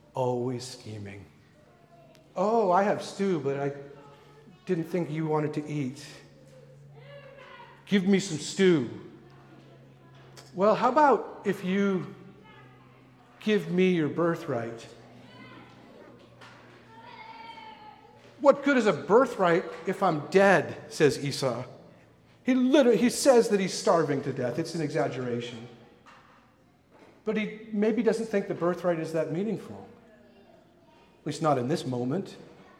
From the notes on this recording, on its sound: recorded at the Pipe Shop venue in North Vancouver